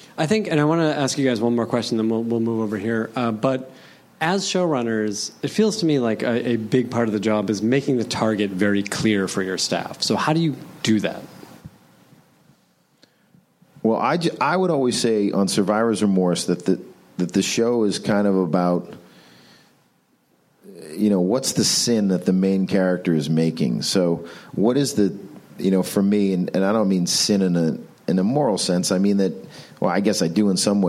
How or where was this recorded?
live audience